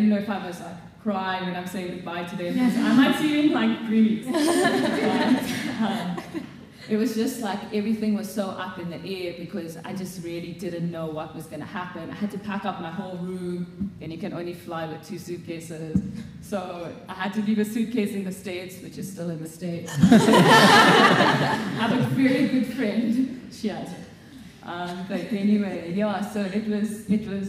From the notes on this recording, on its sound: This episode was recorded at a live event which took place on the 26th of April 2023 at the Faculty of Health Sciences lecture halls at WITS. The event was well-attended, and recorded in front of a live audience of prospective medical students.